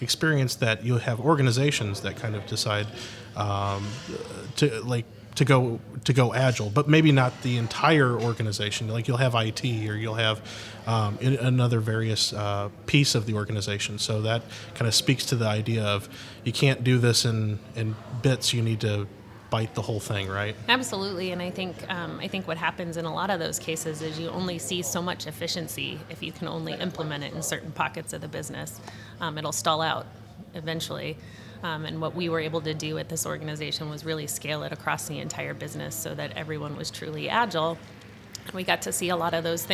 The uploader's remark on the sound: Live From Agile Midwest